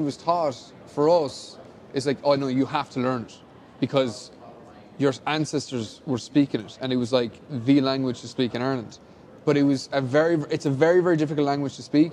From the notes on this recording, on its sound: FILMED IN SOME RANDOM HALLWAY LIVE FROM GCX IN FLORIDA!